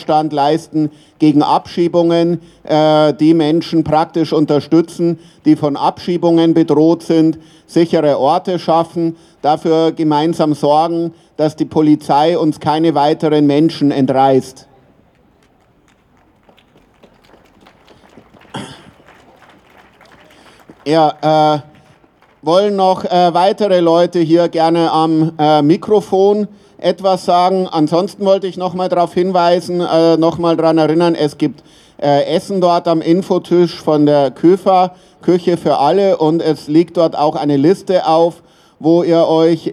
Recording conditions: outdoors